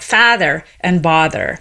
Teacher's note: So I say father, bother. If you're an authentic Bostonian, you'll say something more like father and bother, where they're actually not merged